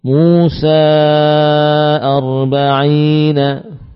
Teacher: Musa dengan lima harokat · Term: mad jaiz